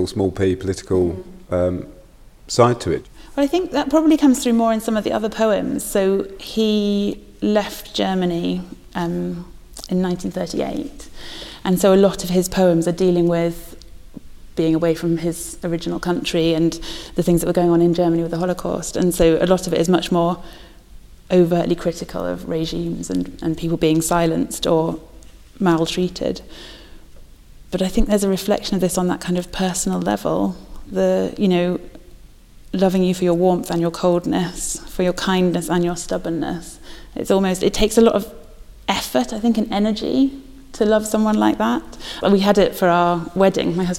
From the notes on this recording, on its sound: Visited The Poetry Exchange at St Chad's College Chapel in Durham, during Durham Book Festival, in association with Durham University Foundation Programme.